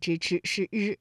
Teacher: 日呢，是属于翘舌音的哈，也就是舌尖向上翘起